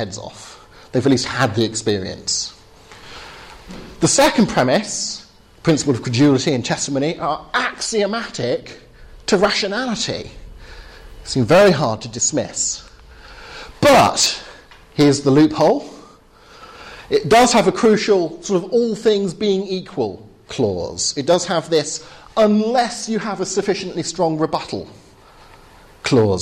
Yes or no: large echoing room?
yes